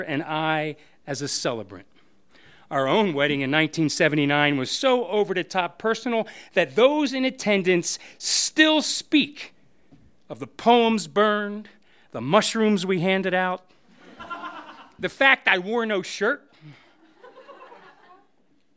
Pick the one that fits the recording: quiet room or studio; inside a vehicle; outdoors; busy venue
busy venue